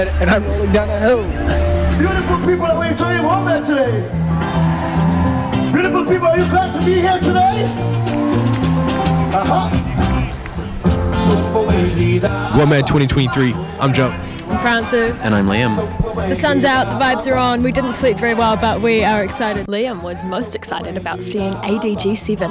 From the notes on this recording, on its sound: We have a little audio documentary capturing the sounds, sights, tastes and people of WOMAD 2023